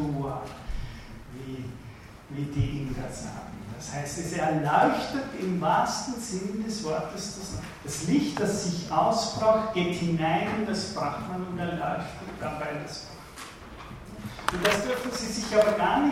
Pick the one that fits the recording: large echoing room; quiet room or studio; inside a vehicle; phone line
large echoing room